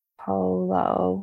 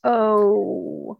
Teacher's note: But because you're producing the O sound, it's actually a long, it's actually a diphthong. So it's O. And so you are closing your mouth.